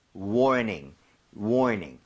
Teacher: 앞으로 더 이상 warning 이러면 안 되고요. 혀를 뒤로 당긴 채 ning 하셔야 됩니다